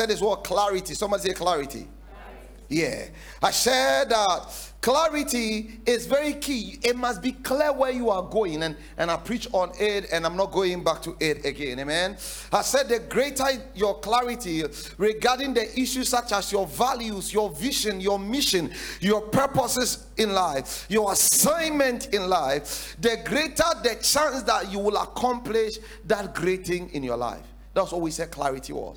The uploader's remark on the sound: sermon series preached at The Faithlife Church, Ghana-Tema Community 3 Site